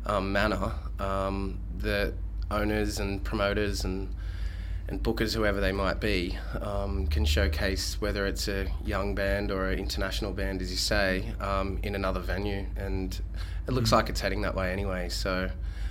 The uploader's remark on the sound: backstage and just moments before their performance at The Cambridge Farewell Festival